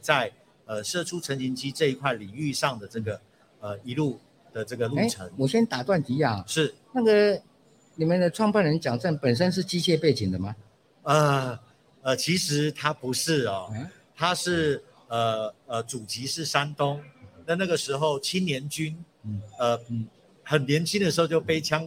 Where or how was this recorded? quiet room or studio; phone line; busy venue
busy venue